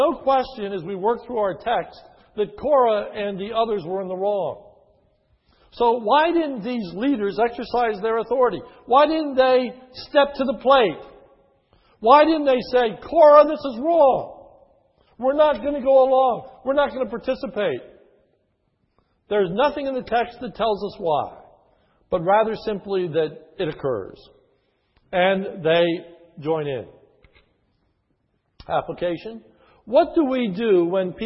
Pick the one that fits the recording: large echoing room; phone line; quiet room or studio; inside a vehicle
large echoing room